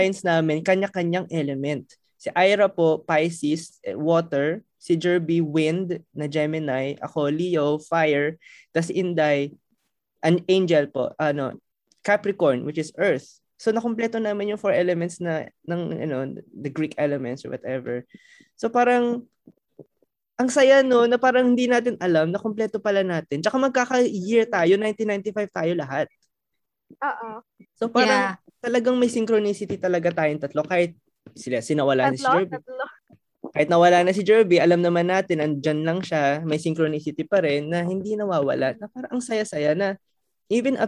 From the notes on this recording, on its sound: In our debut and first ever Zoom call